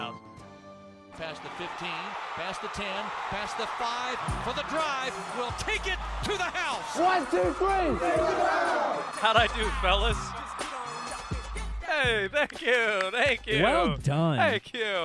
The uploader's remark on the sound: live from the Carolina Classic Fair